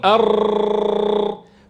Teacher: له قابلية التكرار على عكس بقية حروف العربية. لكن هذه الآلية في التكرار يضبطها ما جاء عن أئمة الأداء، فمن الخطأ المبالغة في التكرير المؤدي إلى ظهور أكثر من راء.